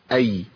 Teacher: خلاص عرفنا الياء اللين بتخرج منين؟ وسط اللسان مع سقف الحنك